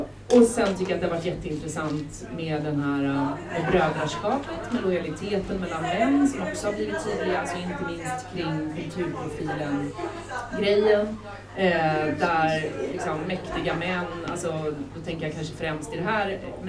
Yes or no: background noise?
yes